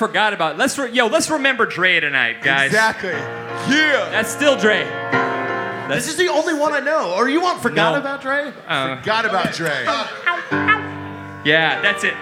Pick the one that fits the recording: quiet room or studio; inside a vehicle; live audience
live audience